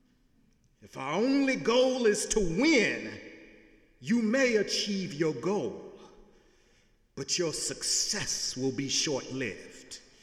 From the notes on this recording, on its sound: Sunday sermon November 5, 2017 in the Memorial Church of Harvard University